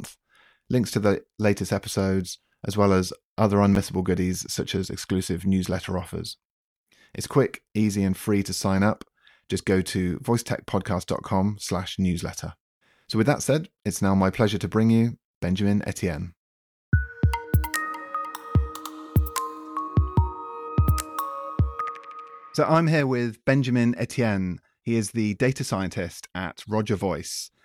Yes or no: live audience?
no